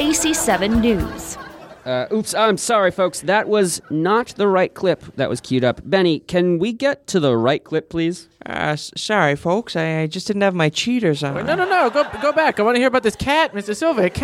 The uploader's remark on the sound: Recorded at Improv Asylum in Boston Massachusetts.